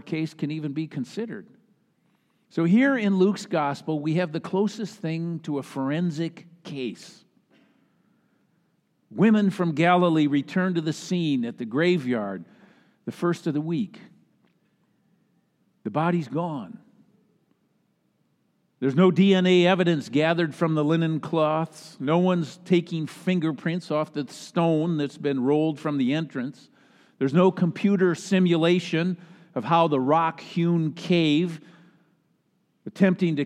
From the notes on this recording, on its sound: Easter Sunday message delivered during the Traditional Worship Service. Easter Sunday message delivered during the Traditional Worship Service.